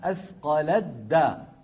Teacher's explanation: الأمر الثالث الثاء في الدال، الثاء في الدال، أثقلت دعوا الله ربهما، أثقلت دا، لاحظوا أثقلت دا، ما بقي تاء لأن التاء والدا من المخرج ذاته، ففي الوصل النطق يكون بدال مشددة